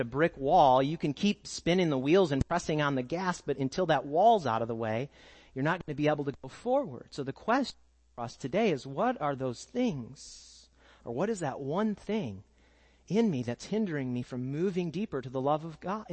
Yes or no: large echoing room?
yes